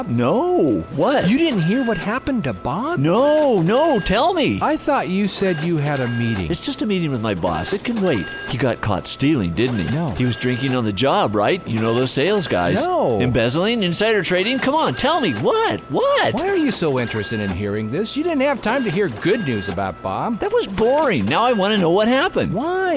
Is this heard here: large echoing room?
no